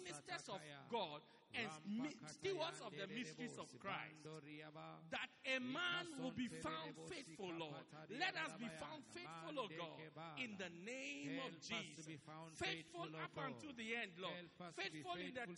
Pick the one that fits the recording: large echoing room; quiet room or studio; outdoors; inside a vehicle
large echoing room